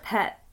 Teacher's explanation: that weird sort of, like, glottal stop at the end of pet. Pet, It's very Geordie.